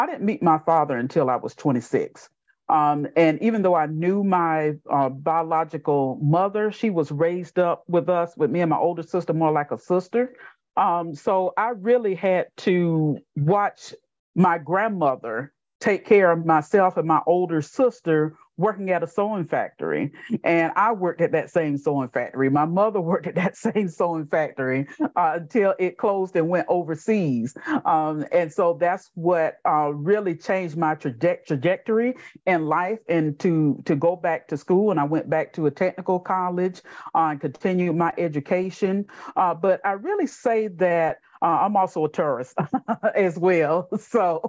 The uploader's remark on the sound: The audio version of Shelterforce's webinar